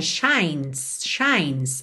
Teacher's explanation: A gente vai do N direto pro S, porque essa letra E não é pronunciada.